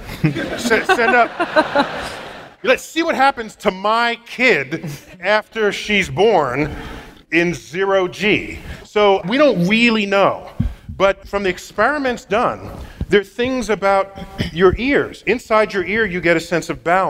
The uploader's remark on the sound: StarTalk Live: Big Brains at BAM